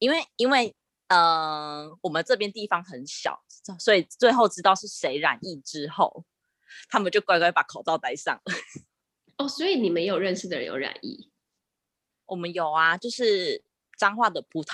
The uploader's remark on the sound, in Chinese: 久違的遠端錄音。